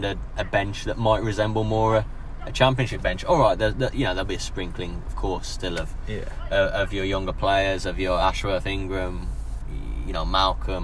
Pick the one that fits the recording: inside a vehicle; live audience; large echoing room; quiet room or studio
inside a vehicle